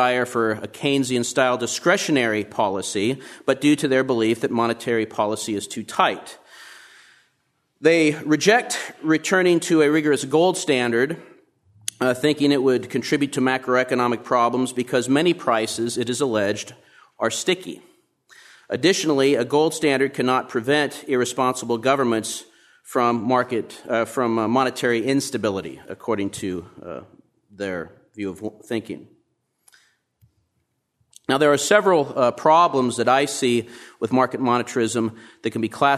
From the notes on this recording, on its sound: Presented at the Austrian Economics Research Conference. Recorded 23 March 2013 at the Ludwig von Mises Institute in Auburn, Alabama.